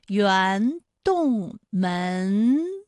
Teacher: 大隐于世、独自静思的一种淡泊心态。看完了亭，同学们最好奇的就是轩了。到底亭台轩榭中的轩有哪些特点？带同学们来到了拙政园中部花园，来看看这里最著名的亭与轩。在这个地方，夏天很炎热，是一个休憩纳凉的一个地方，我们可以到里面去感受一下。好，我们一起进去感受一下好吗？好的，刚才这段片中啊，多次出现了一个词圆洞门，大家可以找出来这个词的前鼻韵母吗？对了，就是圆，前鼻韵母是乌安，一个是门，它的前鼻韵母是恩，哎，也就是这三个字里有两个都是前鼻音